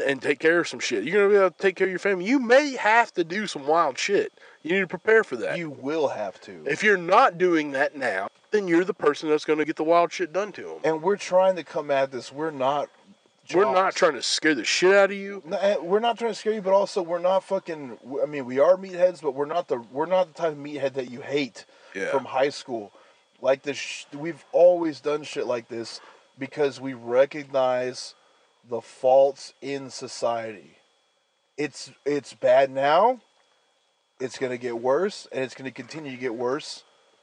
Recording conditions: inside a vehicle